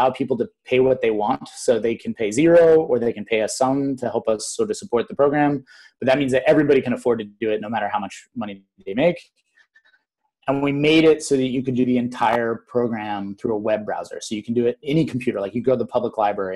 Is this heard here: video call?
yes